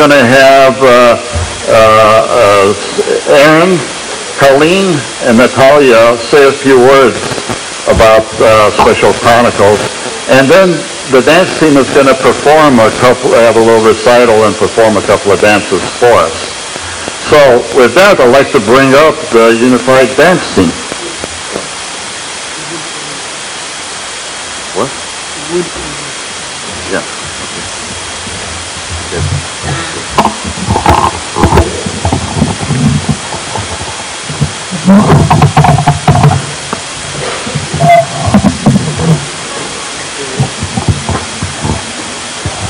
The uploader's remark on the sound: LIVE From Our 10 Year Celebration Gala, Part 1 of 2